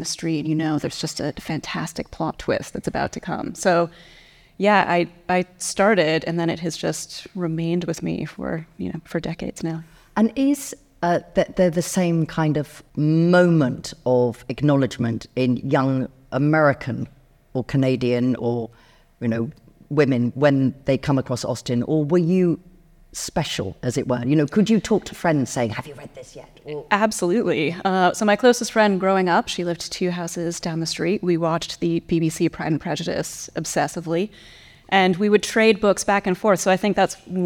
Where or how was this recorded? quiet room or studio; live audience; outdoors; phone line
live audience